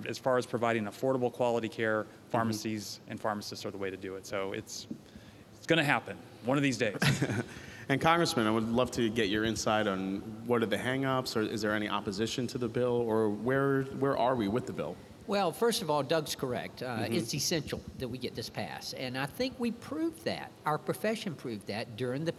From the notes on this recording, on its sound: LIVE at RBC. Held at Cardinal Health’s annual Retail Business Conference (RBC) in Boston.